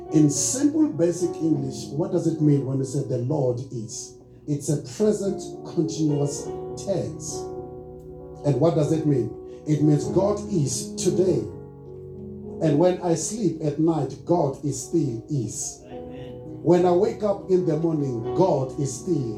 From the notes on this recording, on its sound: Recorded Sunday, 02 July 2023 at Love Beyond in Harveston.